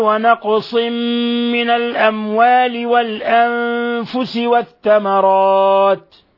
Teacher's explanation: ونقص من، إضغام بغنة أيضا تقدم نظيره، والقاف ساكنة، ولاحظنا كيف قلقلنا القاف